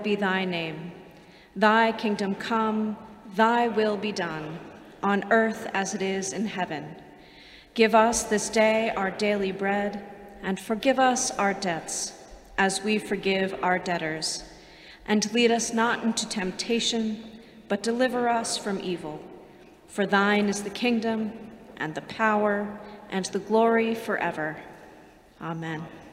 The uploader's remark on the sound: Sermons from Old South Church in Boston